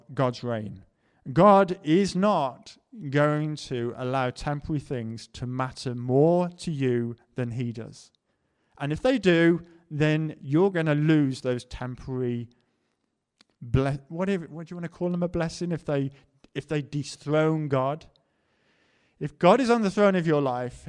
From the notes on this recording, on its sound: Preached at the LCC Sunday Service